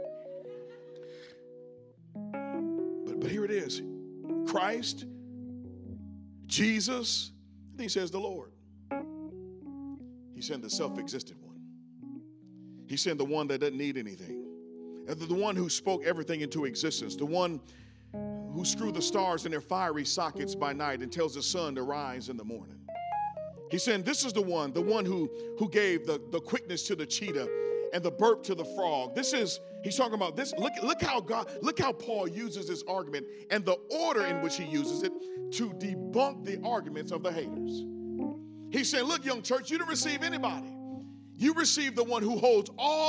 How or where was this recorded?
large echoing room